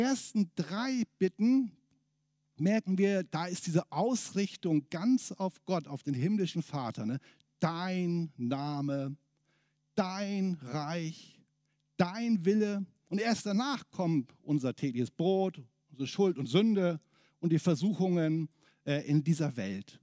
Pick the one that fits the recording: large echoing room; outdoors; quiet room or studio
large echoing room